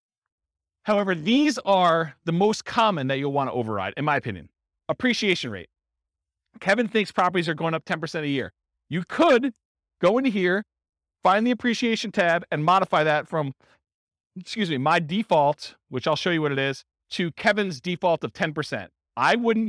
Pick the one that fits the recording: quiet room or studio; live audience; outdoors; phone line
live audience